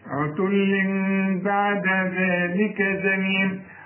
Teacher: بطلع لساني في الذال لازم، وما طلعش لساني في الزاي